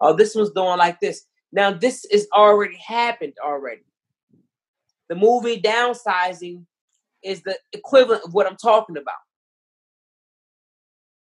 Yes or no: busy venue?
no